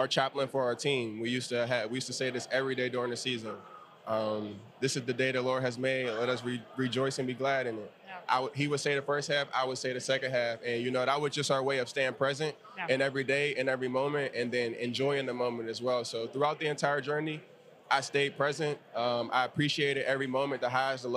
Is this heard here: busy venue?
yes